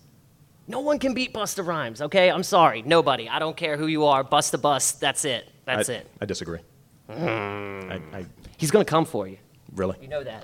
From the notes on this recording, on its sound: Live At The Baltimore Podcast Festival. Record live at The Windup Space in Station North.